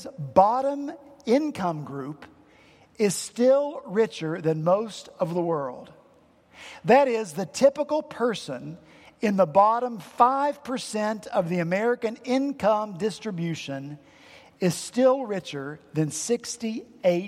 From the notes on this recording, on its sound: at Redeemer Presbyterian Church in Charleston, SC